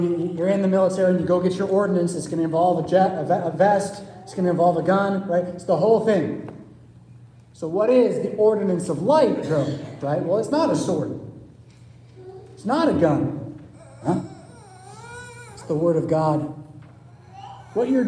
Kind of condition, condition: setting, large echoing room